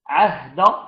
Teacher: هذا عهد كل الحروف كل الحروف مرققة، حرف الهاء ساكنة من حروف الهمس حتى وشخص سكت، الدال في حالة الوصل مفتوحة، هنا قلقلة نسبية، أما في حالة الوقف فهي قلقلة من درجة الثانية